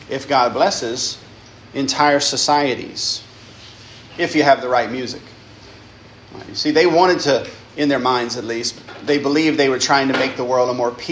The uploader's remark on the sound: lecture given at Christ Church Academy